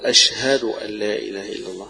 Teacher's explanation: الهاء مرقق وحرف مهموس، يبقى نقول أشهد أن لا إله إلا الله، ما تحذفهاش.